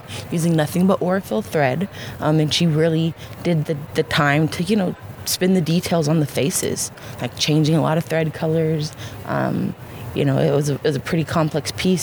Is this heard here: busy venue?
yes